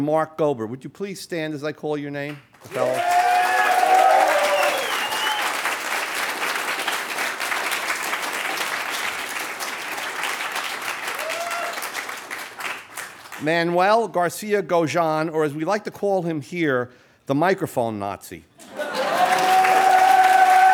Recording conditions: live audience